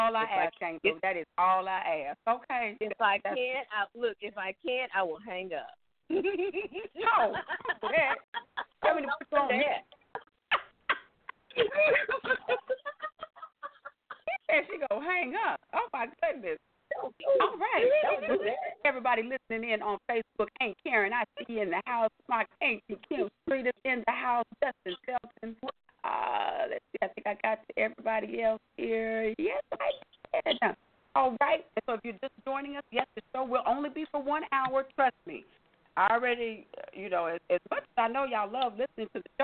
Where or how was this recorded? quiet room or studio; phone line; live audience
phone line